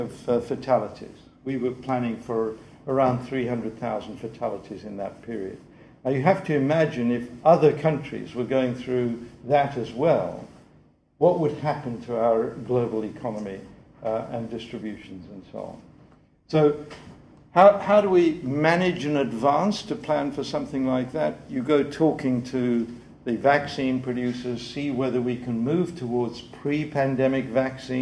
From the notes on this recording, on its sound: The 2008 Duncan Davies lecture.